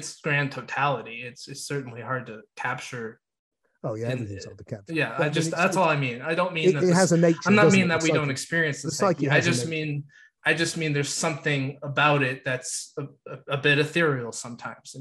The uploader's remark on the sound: Had a long philosophical chat on zoom recently, which he recorded.